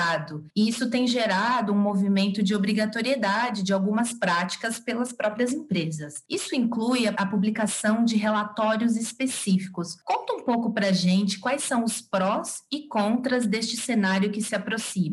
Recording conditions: video call